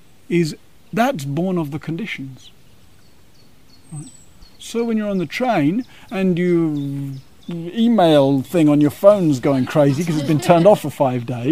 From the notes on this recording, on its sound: (Gaia House) This talk was given on the Summer solstice, and the teachings were held outside under the large Plane tree in the Gaia House gardens.